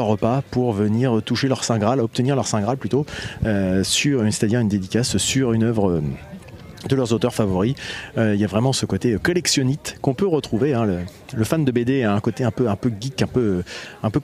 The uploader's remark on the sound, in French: L’EntrePod a de nouveau été convié à participer au festival de la BD de Dieppe qui s’est déroulé sur le front de mer, pour la 2e année consécutive. Nous n’avions pas de stand et je suis donc allé réaliser un épisode de « L’EntrePod de balade » en configuration nomade, prêt à dégainer le micro selon les opportunités !